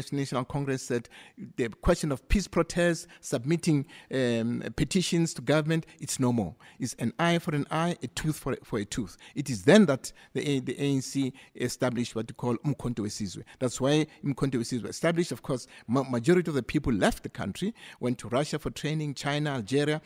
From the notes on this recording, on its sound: we are coming to you live from Freedom Park in Tshwane for the commemoration of this important day